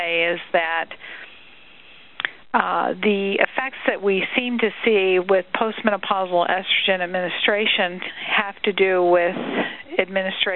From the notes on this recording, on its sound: March 2005 Author in the Room® Teleconference